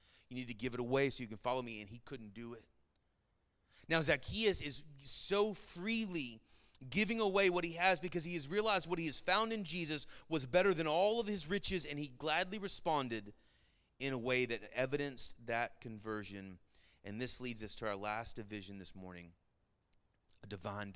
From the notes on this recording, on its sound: Sermon Audio from our Worship service